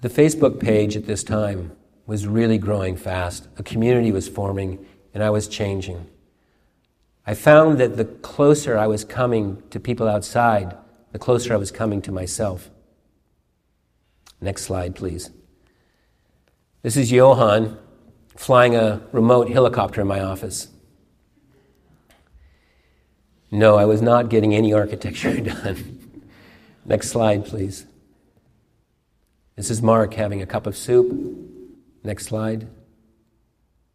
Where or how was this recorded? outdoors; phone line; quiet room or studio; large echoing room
large echoing room